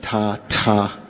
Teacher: It's one consonant, an aspirated T.